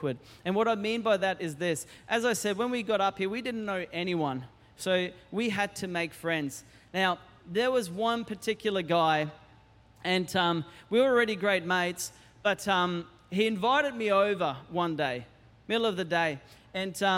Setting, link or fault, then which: setting, large echoing room